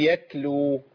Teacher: هقول يتلو من طرف اللسان